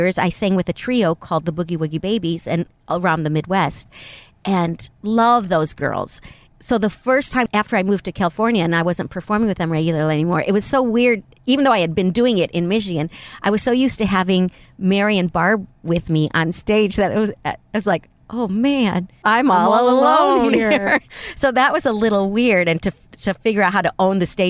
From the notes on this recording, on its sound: Recorded in my rental car, in the parking lot of a hotel beside a highway in Thousand Palms, California.